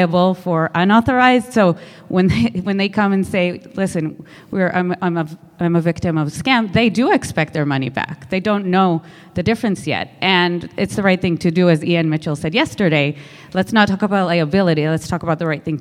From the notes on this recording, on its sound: This recording is from Fintech Nexus USA held at the Javits Center in New York City. From the Fraud Fight Club track.